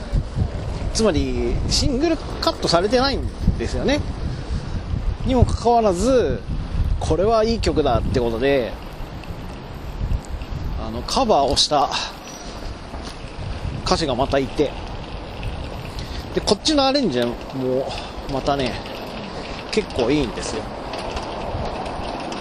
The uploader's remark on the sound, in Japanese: 自転車に乗って移動しながら。やっぱり聞きにくいので。